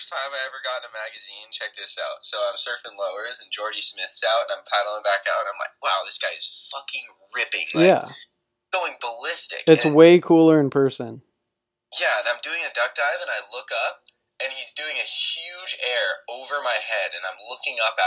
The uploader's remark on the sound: makes a phone call